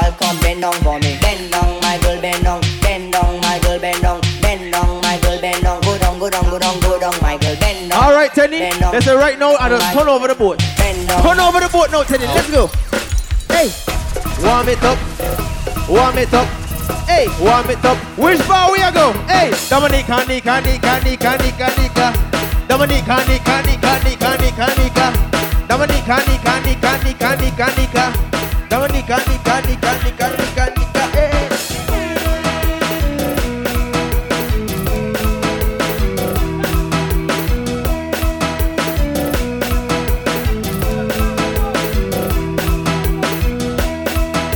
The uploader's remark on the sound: LIVE AUDIO FROM FREAKY GIRLS BOAT CRUISE.